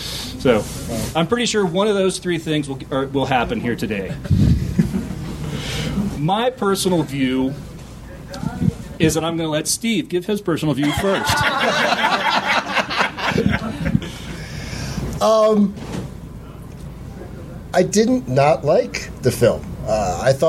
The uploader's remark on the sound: Panel discussion from Denver Starfest, 2010. A very old podcast recording.